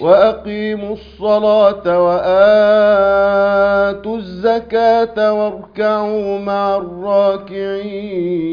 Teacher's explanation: وسط المد بدل لورش